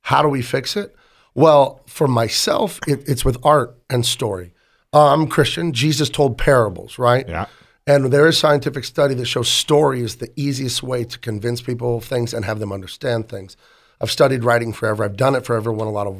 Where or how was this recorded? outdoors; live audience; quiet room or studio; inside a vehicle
quiet room or studio